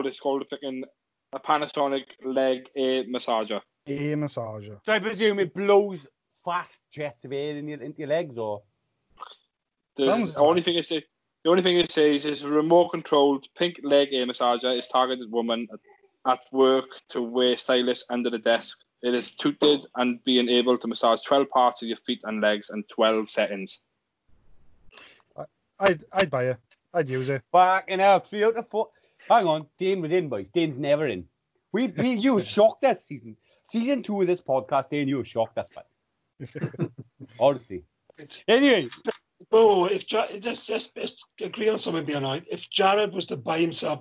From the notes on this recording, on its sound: we do our first ever skype session